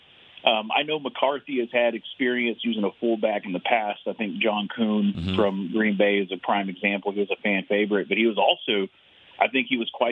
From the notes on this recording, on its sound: Friday’s show was heavy on the phone calls